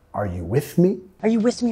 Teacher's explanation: Subiendo de entonación al final.